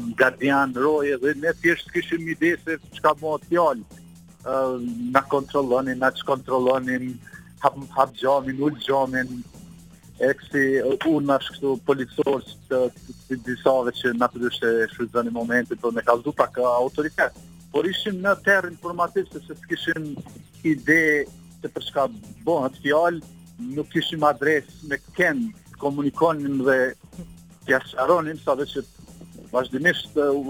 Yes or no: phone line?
yes